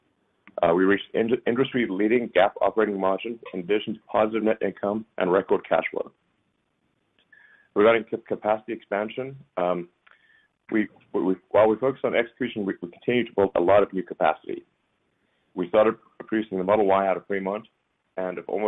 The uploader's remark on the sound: Livestream of Tesla's Q4 2020 Financial Results audio conference call.